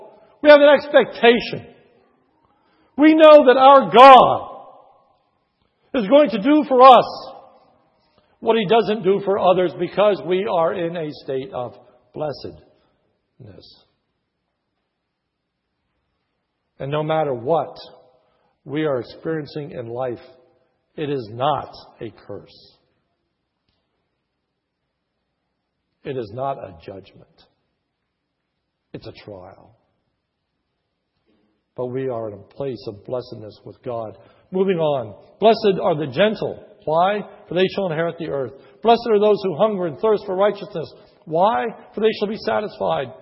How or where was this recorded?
large echoing room